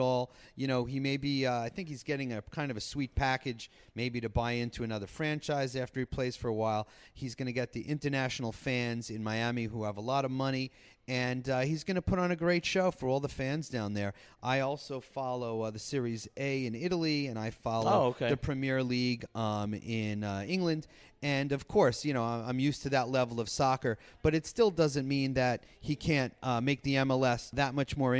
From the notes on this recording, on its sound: live on location from the Sagamore Hotel at Lake George in Bolton Landing, NY